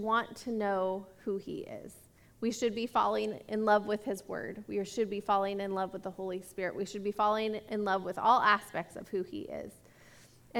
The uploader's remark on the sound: This message was recorded at a Sunday service on March 20, 2022